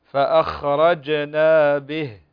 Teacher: الجيم فيها شدة وجهر